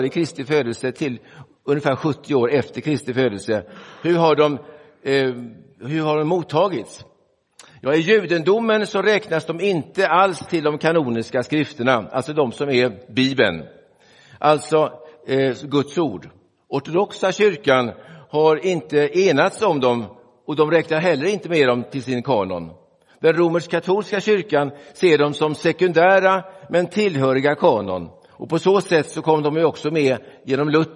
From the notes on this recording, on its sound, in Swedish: Inspelad i Roseniuskyrkan den 8 oktober 2023.